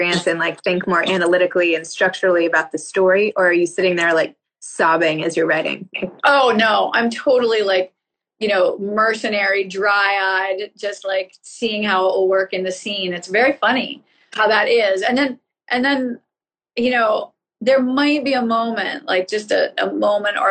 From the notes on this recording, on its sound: which I did via Instagram Live in conjunction with the Montclair Literary Festival